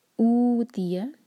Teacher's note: اوتی او مد طبعی دو حرکہ